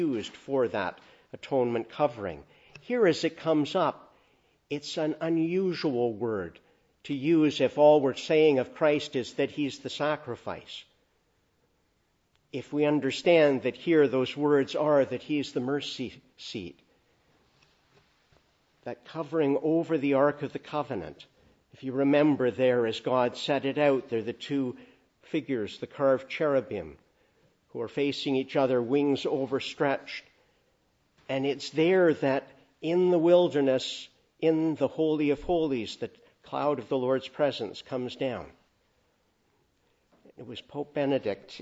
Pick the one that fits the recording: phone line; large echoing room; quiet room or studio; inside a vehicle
large echoing room